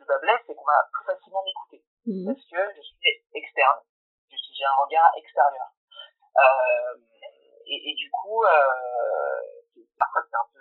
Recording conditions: poor sound quality